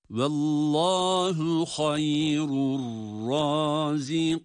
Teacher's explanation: Vallahu hayrur razikin diye hem meddi arız ile uzatarak duruyoruz hem de nunun gunnesini yine duyuruyoruz